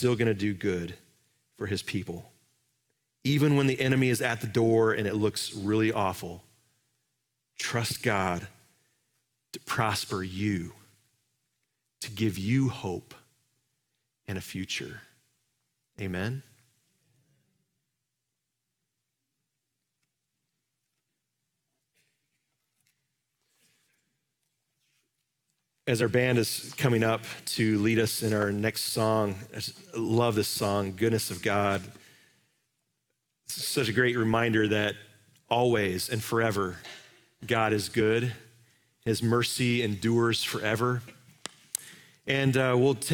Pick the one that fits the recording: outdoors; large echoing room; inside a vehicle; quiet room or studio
large echoing room